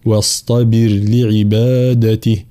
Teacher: الدال طبعا في كلمة فاعبده مقلقلة بين مضمومين، فالانتباه فاعبده هكذا، واصطبر را هنا الانتباه را ساكنة مسبوقة بكسر أصلي، فإننا نرققها فلا نقول واصطبر، لا واصطبر لعبادته هكذا.